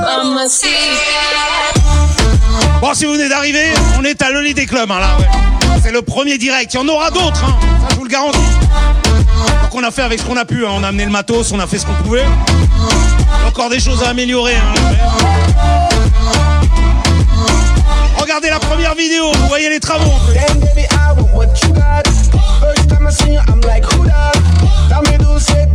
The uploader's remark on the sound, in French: en direct du Holiday Club